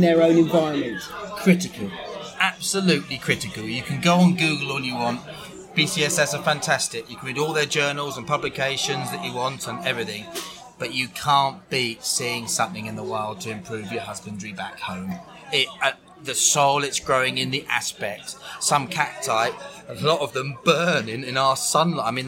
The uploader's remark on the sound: A live episode of On The Ledge recorded at the inaugural Cactusworld Live event. Organised by the British Cactus and Succulent Society ( BCSS ).